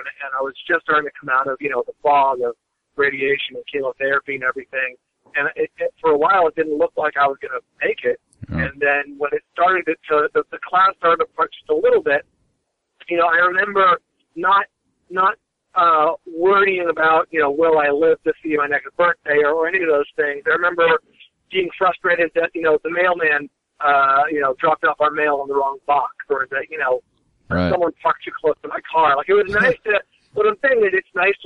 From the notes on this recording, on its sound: called